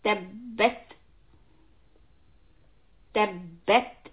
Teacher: So ba has a shadda, so we will emphasize the shadda, and then ta has a sukoon, so we need to do hams. Let the air out.